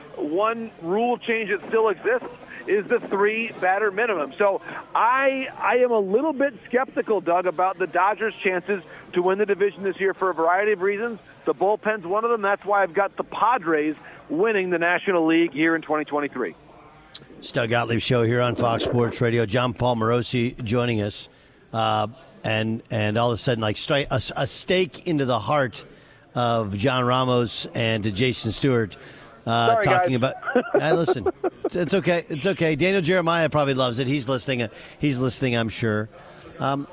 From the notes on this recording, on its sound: The Final Four in Houston. Broadcasts from radio row at the college hoops event.